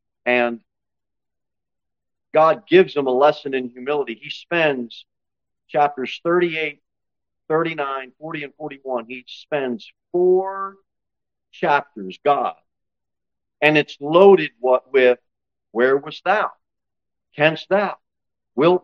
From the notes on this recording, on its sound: Sermon delivered at Pilgrim Baptist Church on Sunday, August 27, 2023, at 11-15 am. Cookeville, TN 38501.